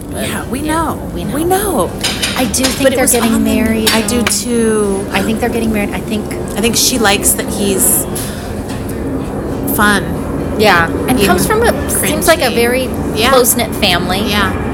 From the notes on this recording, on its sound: on location for a well-deserved breakfast